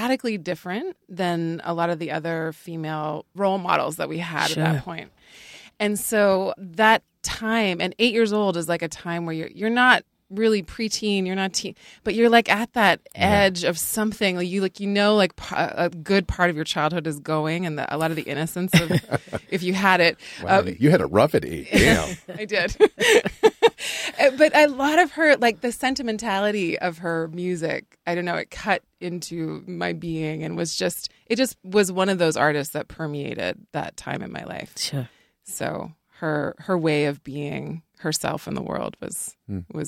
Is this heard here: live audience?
no